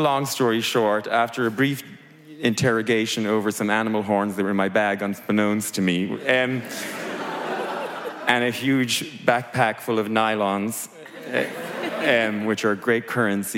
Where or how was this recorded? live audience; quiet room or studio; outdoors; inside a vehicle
live audience